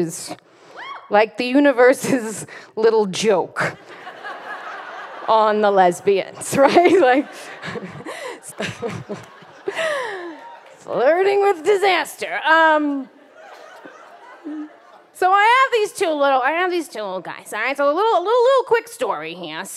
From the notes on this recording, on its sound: Live from Jackson. In front of a live audience in Jackson, Wyoming.